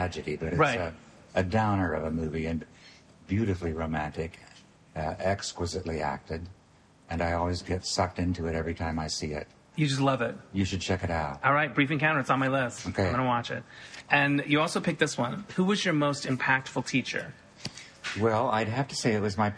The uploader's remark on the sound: In the lobby of his Burbank hotel.